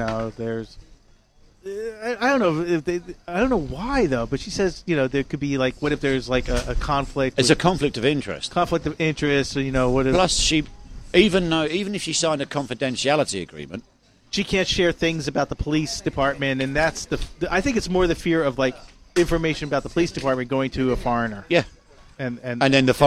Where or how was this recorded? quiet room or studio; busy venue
busy venue